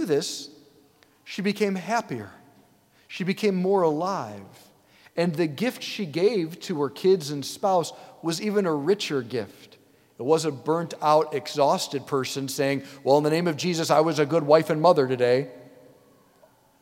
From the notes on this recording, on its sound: preached this homily on October 29, 2023 at St Basil the Great Catholic Church in Brecksville, OH